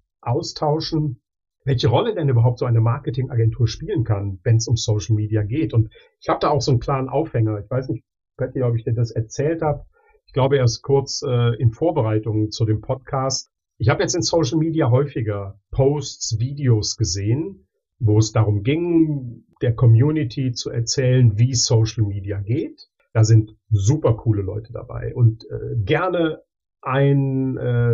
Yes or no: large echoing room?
no